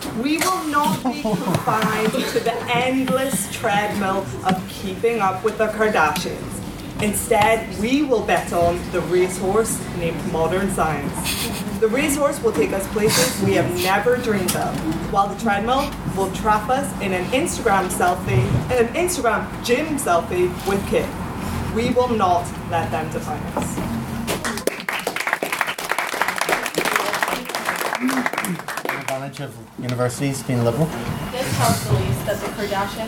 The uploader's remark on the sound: The Alpha Schools' Debating Competition hosted by the Queen's University of Belfast Literary and Scientific Society! This is the recording of a short break from the debating, during which we had a few mini debates and a game of Just a Minute.